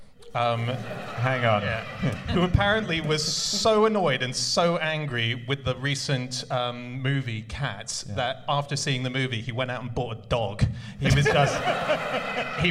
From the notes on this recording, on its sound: Live from the London Podcast Festival